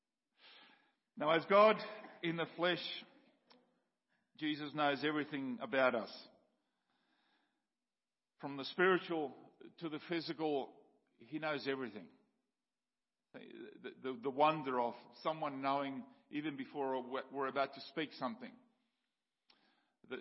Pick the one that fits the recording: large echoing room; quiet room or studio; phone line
large echoing room